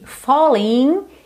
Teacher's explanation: E falling, ING, esse G não é pronunciado, tá? O G da terminação ING não é pronunciado mesmo.